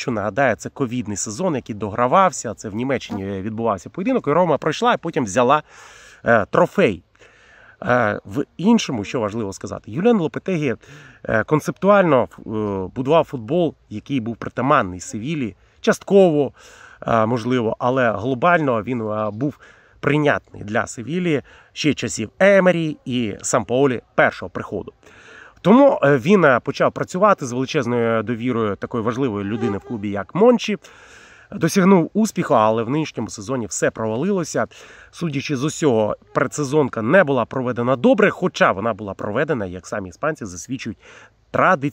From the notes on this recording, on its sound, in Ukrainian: Цього разу він записує свій влог не з комфортної студії, а з джунглів Чернігівщини, де проходить службу у Збройних силах України.